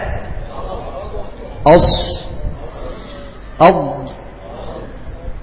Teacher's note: دول أقوى الحروف لأنها مستعلية ومطبقة في نفس الوقت. يبقى الإطباق انطباق طائفة من اللسان على الحنك الأعلى في الحروف ده، وطبعا هي قوية.